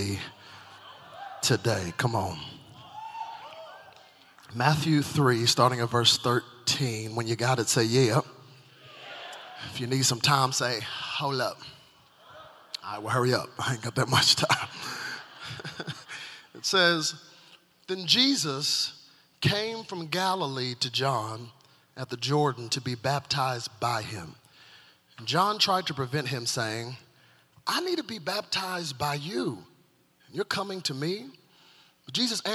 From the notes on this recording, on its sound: From the 2017 Zoe Conference